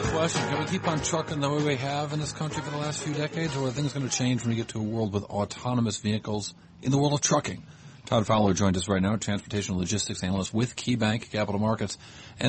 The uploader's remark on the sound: from the Industrial, Automotive and Transportation Conference in Boston